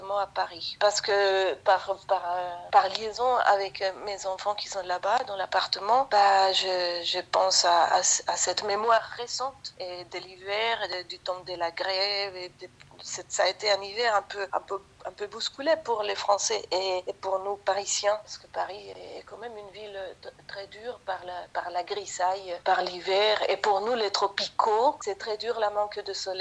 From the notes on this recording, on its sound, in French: Je suis au téléphone. Réalisatrice confinée sur l'île de Lanzarote.